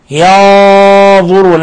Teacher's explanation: نون ساكنة جاء بعد حرف الضاء، الحكم التجويدي إخفاء حقيقي والغنة مفخمة